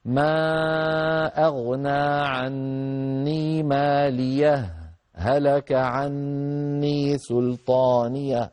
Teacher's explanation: فإذا التقى هاتان الهاءان يصح للقارئ أن يفصل بينهما بسكتة خفيفة